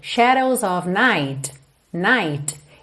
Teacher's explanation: É muito comum que esse T nem apareça. Quando eu marco o T, shadows of night, night, ele vem com um T, T, um Szinho de leve já embutido.